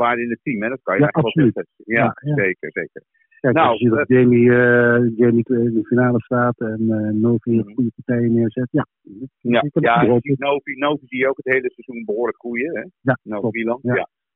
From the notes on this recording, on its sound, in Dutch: Voorafgaand aan de halve finale hebben we een telefonisch interview gehad.